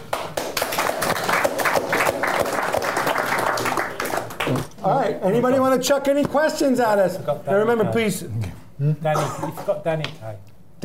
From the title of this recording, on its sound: The Game Live - Euro 2012 Roadshow Q&A